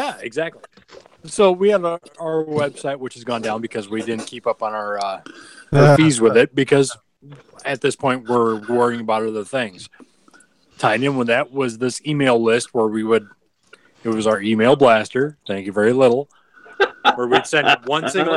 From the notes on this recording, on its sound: Live from the passenger seat